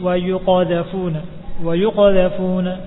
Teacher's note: Kemudian yang lainnya wa yuqadhafuna qaf yang ada di tengah-tengah yang dibaca bersambung jangan diputus dengan hamzah jangan dibaca wa yuqadhafuna wa yuqadhafuna suaranya bersambung tanpa ada pemisah huruf hamzah mati · Term: tidak diputus dengan hamzah